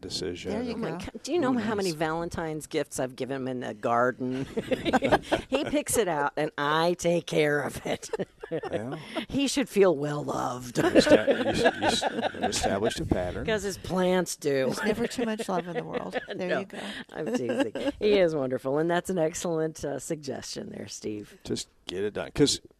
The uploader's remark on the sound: live from Prairie Gardens 1-4-20